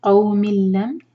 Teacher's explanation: ادغام بغیر غنہ کا ناک میں آواز بالکل نہیں لے جائیں گے